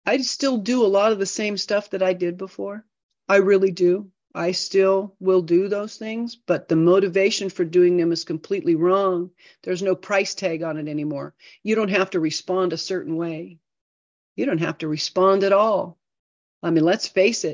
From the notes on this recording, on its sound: This zoom meeting was recorded in January 2024.